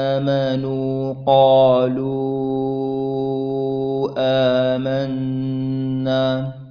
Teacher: آمنوا مدتها 4 حركات، قالوا آمنا هذه مدتها 2 حركتين